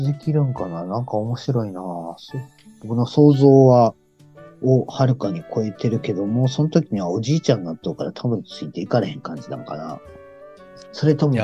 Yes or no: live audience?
no